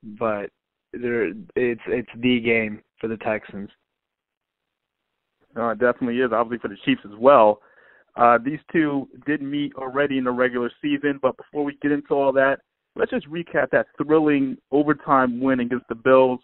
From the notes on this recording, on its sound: Calls.